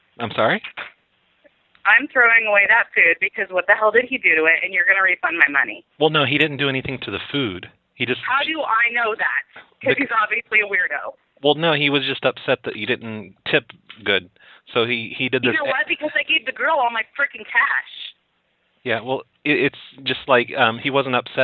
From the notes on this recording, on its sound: Prank Phone Calls